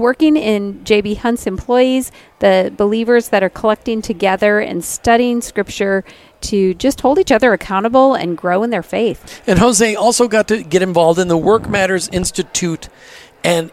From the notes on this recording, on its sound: As we continued our highlighting at this year’s Workmatters Conference in Rogers (AR), we were able to snag an interview from an insider – a volunteer working tirelessly at this sprawling event.